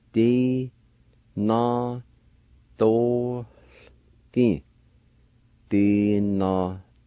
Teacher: The A with the L will be silent. You just pronounce the L with the O with a faint H sound in between